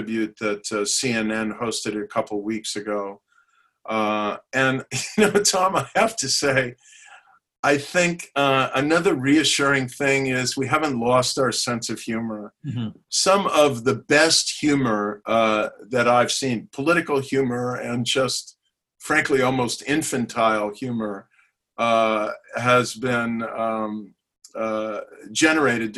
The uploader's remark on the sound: Hoover Virtual Policy Briefing.